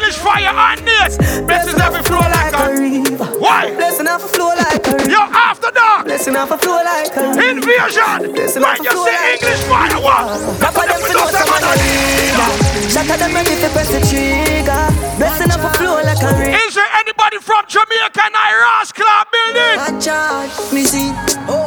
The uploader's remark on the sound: Live Dancehall Set at Bashment Party